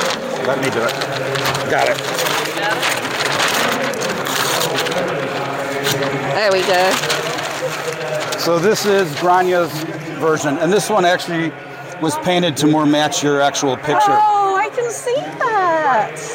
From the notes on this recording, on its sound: live at the Mecum Motorcycle Auction in Las Vegas, Nevada